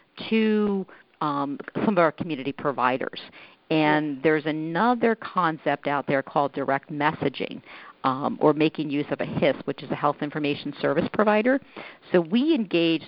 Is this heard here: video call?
no